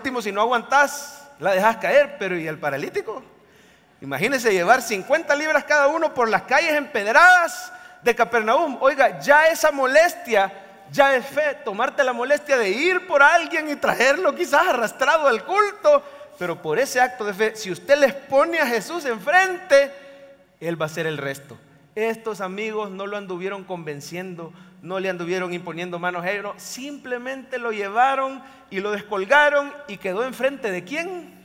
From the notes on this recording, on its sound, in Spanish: En vivo desde el Centro Familiar de Adoración CEFADCHURCH, San Salvador, enero 2024